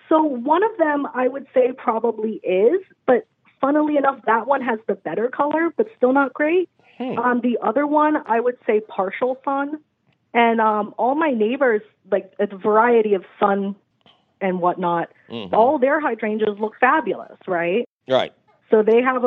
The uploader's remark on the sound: Your 'salty' phone calls!